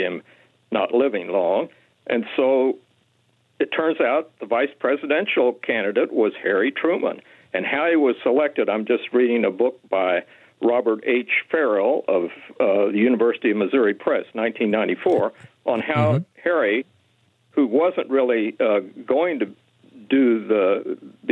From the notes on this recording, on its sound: we take your calls in open phones across America